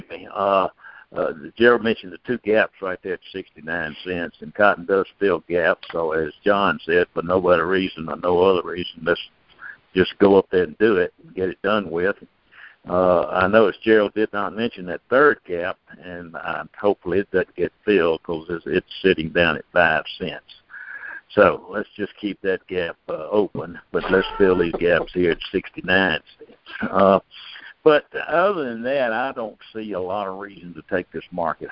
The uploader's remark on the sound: Monthly Conference Call